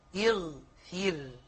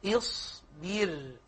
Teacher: هذه راء ساكنة وقبلها باء في اصبر مكسورة واغفر نفس القضية راء ساكنة وقبلها فاء مكسورة فترقق الراء تبعا للكسر